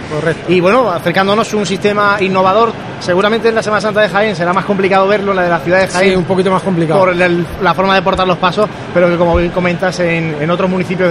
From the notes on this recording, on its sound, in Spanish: Radio Pasión en Jaén estuvo presente en la feria cofrade ANCOAR, palpando el ambiente allí vivido. En este programa especial, grabado desde el mismo recinto de IFEJA.